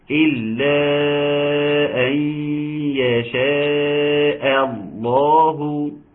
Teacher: ناخد بالنا ان الهمزه الاول تكون مرققه بتاعه يشاء، وبعدين يشاء الله ان اللام تكون فخمه، اللام في اسم الجلاله عايزه تكون مفخمه